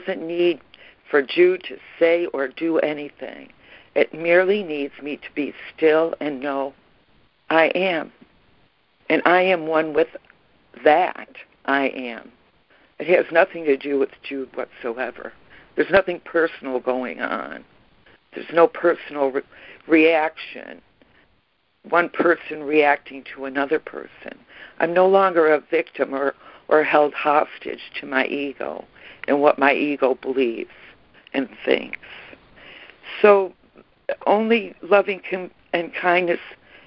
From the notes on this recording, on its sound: ACIM Daily Conference Call.